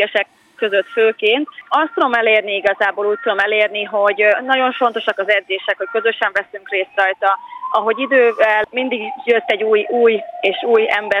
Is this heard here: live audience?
no